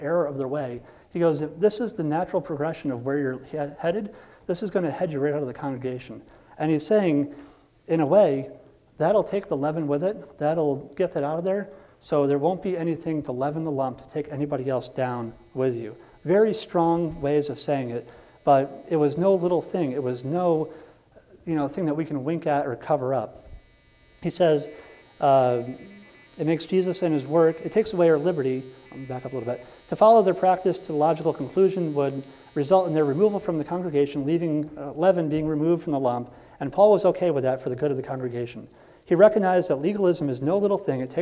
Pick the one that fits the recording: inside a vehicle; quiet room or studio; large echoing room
large echoing room